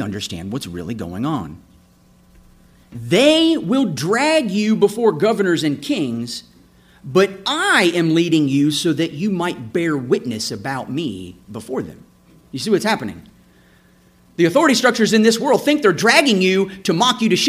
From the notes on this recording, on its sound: This episode is a sermon I preached June 25, 2017